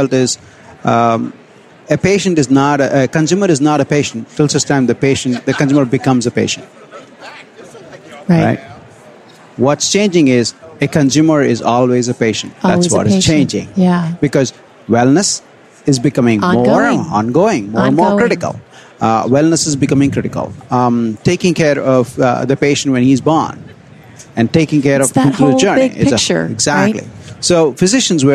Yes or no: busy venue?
yes